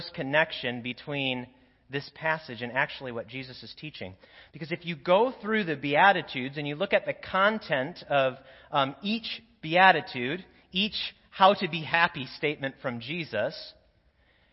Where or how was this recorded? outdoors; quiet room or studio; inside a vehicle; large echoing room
large echoing room